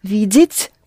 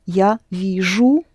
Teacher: However, to say I see is the usual U ending, yes? But the D of video, of видеть, changes to Ж. · Term: consonant mutation